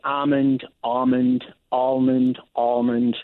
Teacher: you can drop the L or not, and then the vowel quality can be aw or ah